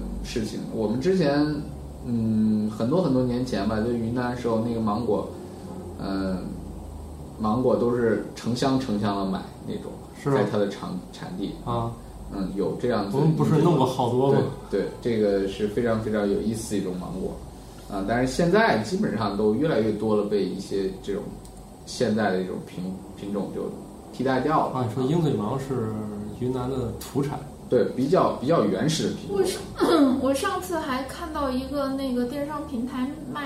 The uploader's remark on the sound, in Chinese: 本期节目为在张大妈办公区用录音笔录制，可能有街道上的杂音，请见谅。